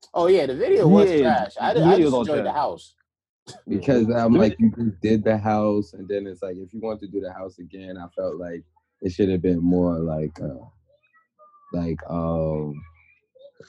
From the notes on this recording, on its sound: once again through Zoom